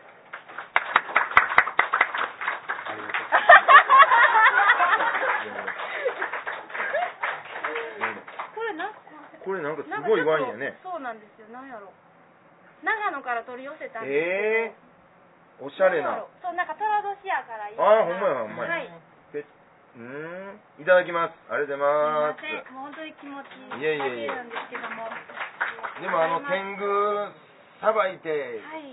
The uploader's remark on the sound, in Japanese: ツギハギ荘にて開催された。公開収録分。